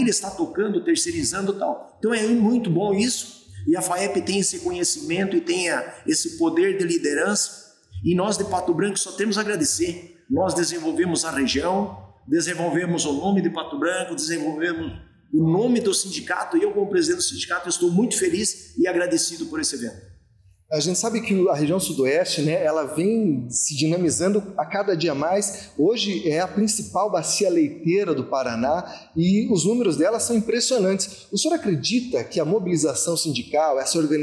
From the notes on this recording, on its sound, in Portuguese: O programa foi gravado diretamente do encontro realizado no município de Pato Branco, no dia 20 de junho.